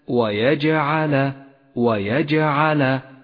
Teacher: تأمل صفة القلقلة لحرف الجيم في كلمة ويجعل، ويجعل، ولاحظ كيف كانت الجيم واضحة وقوية بسبب صفة القلقلة ويجعل، وهي هنا قلقلة صغرى لأنها وقعت في وسط الكلمة.